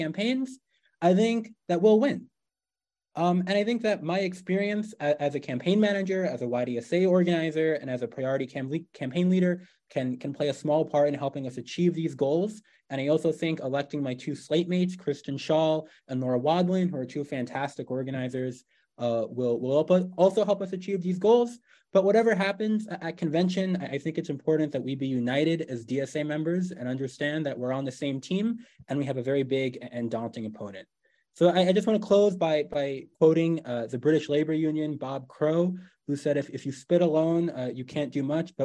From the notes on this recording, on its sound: An Online Panel Discussion